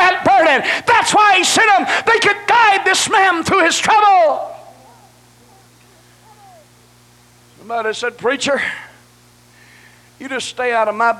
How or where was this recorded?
large echoing room